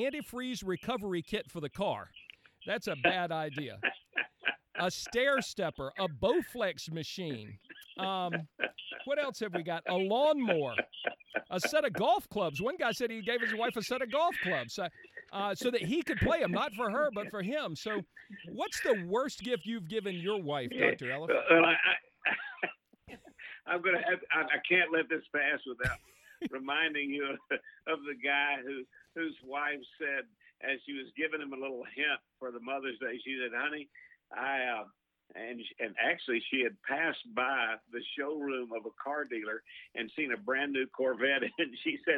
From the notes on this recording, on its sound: is joined on the phone